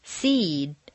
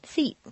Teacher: a final voice consonant causes the previous vowel to double · Shown in: first take